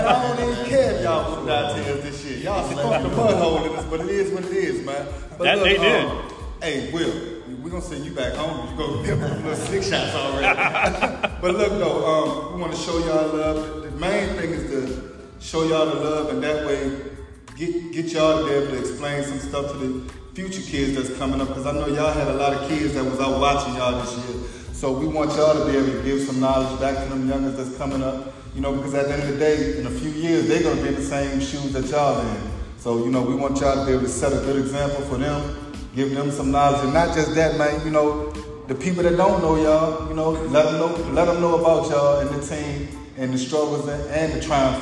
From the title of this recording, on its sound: Special Edition Live at Beulah Baptist Church in Lively, VA